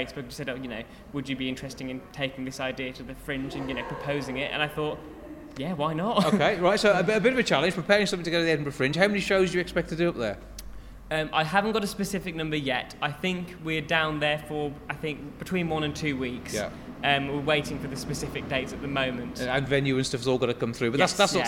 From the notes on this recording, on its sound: Recorded at The Light House Media Centre, Dudley Zoo and The Grand Theatre